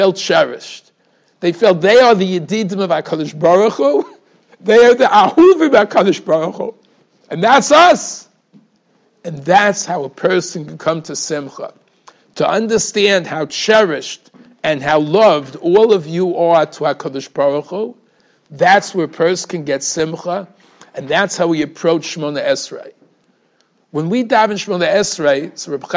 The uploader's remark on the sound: Shiur recorded in Yeshivas Ohr Reuven, Monsey, NY.